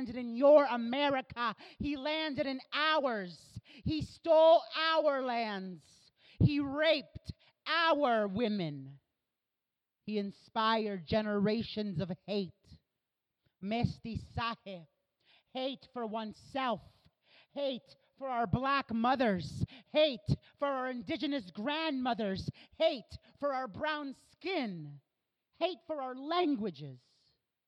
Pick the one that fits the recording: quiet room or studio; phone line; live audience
live audience